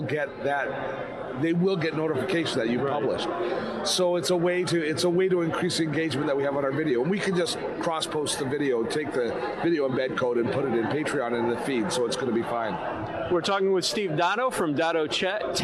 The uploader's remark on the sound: Live at VidSummit 2018 in Los Angeles.